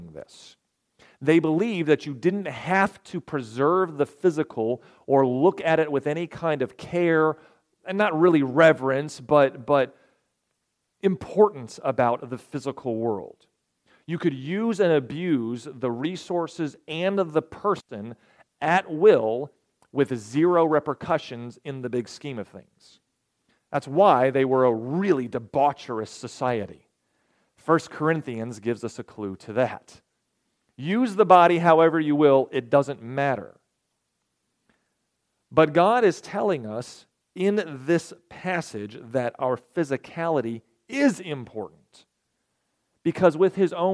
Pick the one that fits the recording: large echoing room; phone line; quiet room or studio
large echoing room